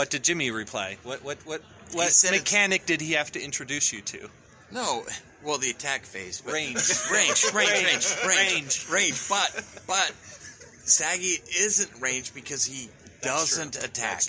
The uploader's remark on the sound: Our North American correspondent. Was out and about at Gen Con 2022. To hold a live, freestyle round table chat.